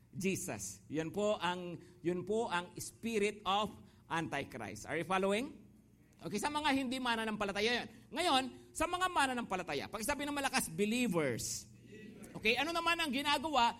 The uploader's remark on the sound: Preached last August 20, 2023 at Grace Testament Church's 5pm service.